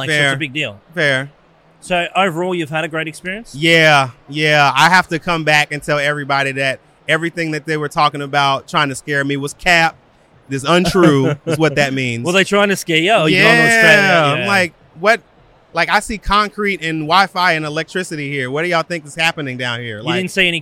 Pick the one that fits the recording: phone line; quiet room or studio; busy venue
busy venue